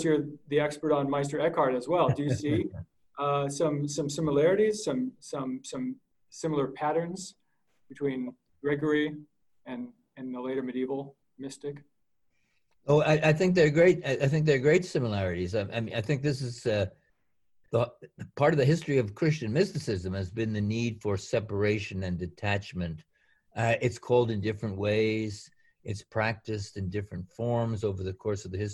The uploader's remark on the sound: A webinar recording from April 7, 2020.